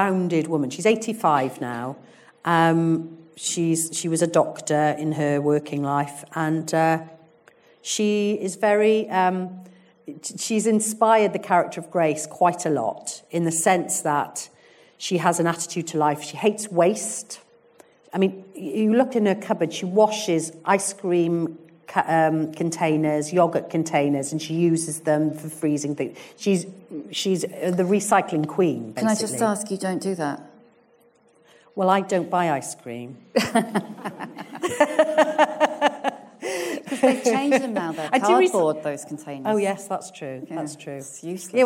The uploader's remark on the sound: In the run up to Christmas I'll be dropping two special live episodes recorded live at the Birmingham Literature Festival earlier this autumn. In front of a live audience at the Birmingham Rep.